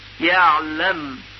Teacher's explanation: در عین این فشار کمتر هست و هوا راحت تر از حنجره عبور میکنه و به همین خاطر صدای عین نرمتر شنیده میشه